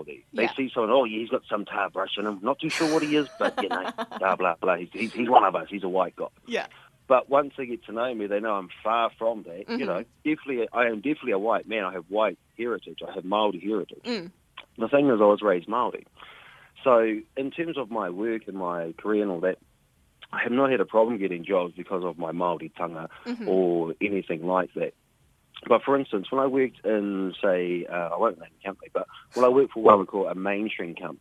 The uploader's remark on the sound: we are joined over the phone